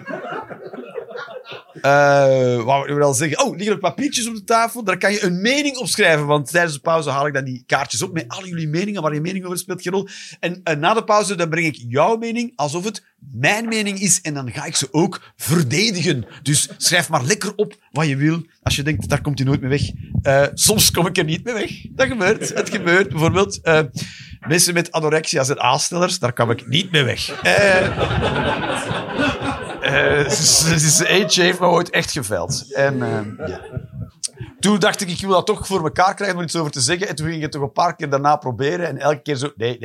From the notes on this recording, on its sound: Live 20 December 2023, café The Joker, Antwerpen.